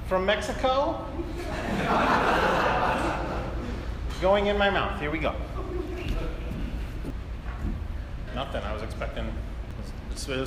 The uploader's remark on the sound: LIVE uncensored episode recorded at The Establishment in Rock Island, IL! In front of a truly enthusiastic and fun crowd.